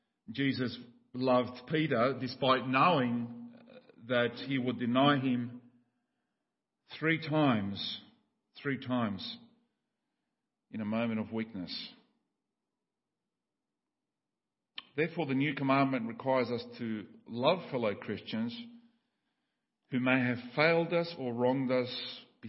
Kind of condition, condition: setting, large echoing room